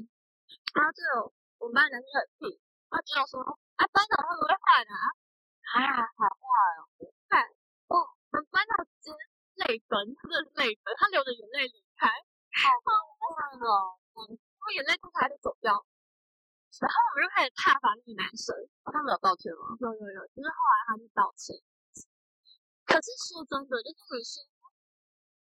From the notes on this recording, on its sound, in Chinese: 因為在室外錄音，聲音有點爆，建議開小聲一點